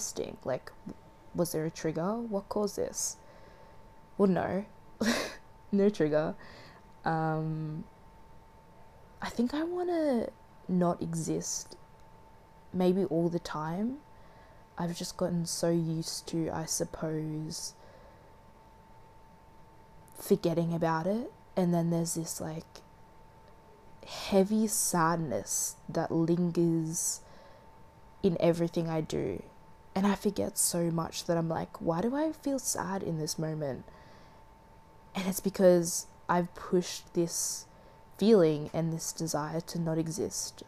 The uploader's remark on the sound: sat in a dark room with the ambient noises of my heater